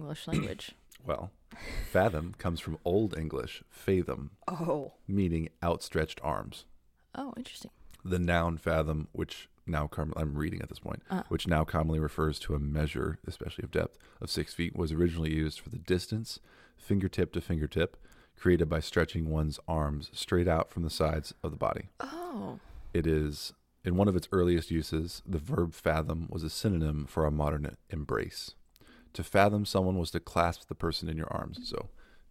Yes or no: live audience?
no